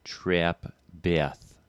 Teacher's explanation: The bath list of words are merged with trap words